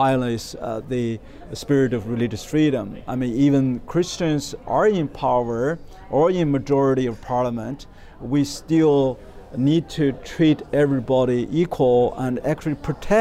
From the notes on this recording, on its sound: Hosted in partnership with the Religious Freedom Institute ( ), the IRF Summit Authors' Corner took place at the IRF Summit 2022 ( ) in Washington, D.C.